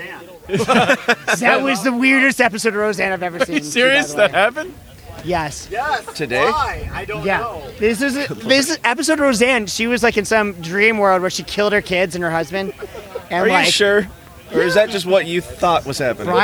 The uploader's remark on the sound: This episode was recorded in-person during PorcFest in New Hampshire.